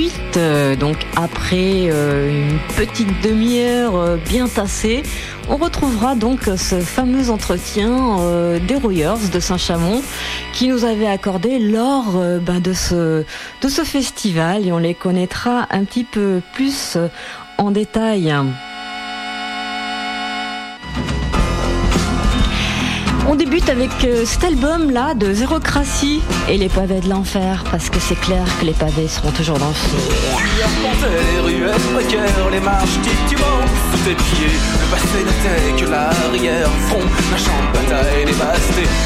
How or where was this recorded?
busy venue